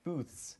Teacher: Because the TH in booth, as we pronounce it, is non-voiced, we add the S sound to the end, so it would be pronounced booths.